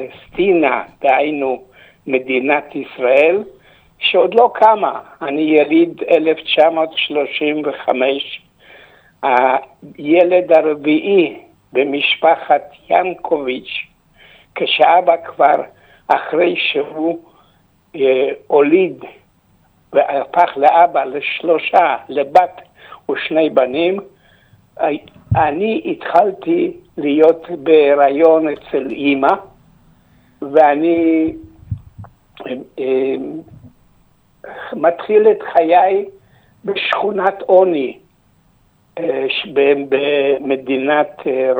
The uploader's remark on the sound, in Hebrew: באולפן אורח. ראיון טלפוני.